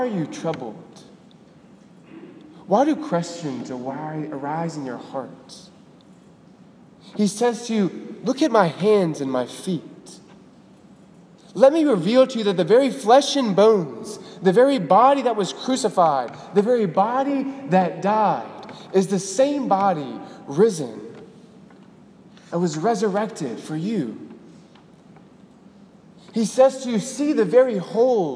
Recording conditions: large echoing room